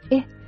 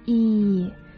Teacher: 一个是短元音 a，你可以听出来它非常的轻松对吧， a 长元音 e，非常紧张 e